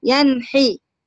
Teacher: زي النون الأولانية اللي هي الأولى اللي هي قبل الحاء، لأن لها حكم قلت ساكنة، ملهاش حكم قولي سكون. هنا النون الأولى قلت نون ساكنة ومظهرة قبل الحاء المكسورة